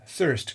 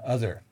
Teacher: It's TH, basically, usually, but not always, the voiceless flavor, as in thirst, not voiced, as in other.